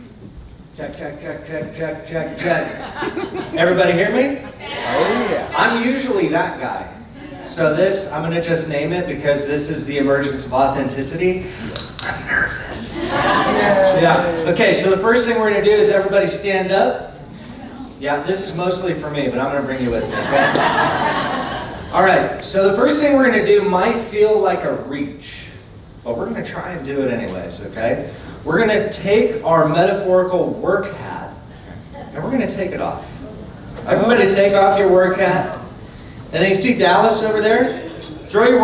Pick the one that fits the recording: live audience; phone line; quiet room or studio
live audience